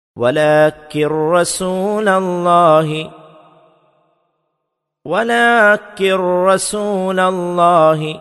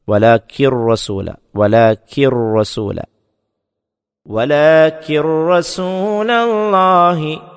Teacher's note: വലാക്കിൻ എന്നതിലെ ആ നൂനിൻ്റെ ഉച്ചാരണം, സാക്കിനായ നൂനിൻ്റെ ഉച്ചാരണം അവിടെ കാണപ്പെടുകയില്ല. ആ നൂനിനെ റായിലേക്ക് ചേർക്കുകയാണ് ചെയ്യുന്നത്, ഇദ്ഗാം ചെയ്യുക എന്ന് പറയും. അപ്പം അവിടെ സാക്കിനായ നൂനിൻ്റെ ഉച്ചാരണം കാണപ്പെടില്ല.